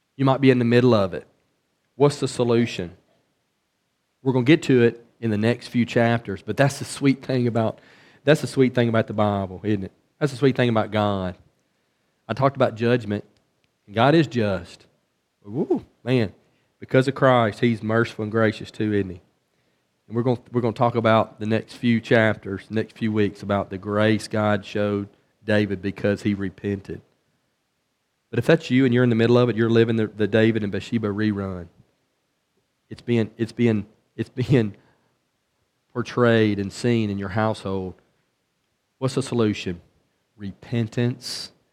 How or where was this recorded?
large echoing room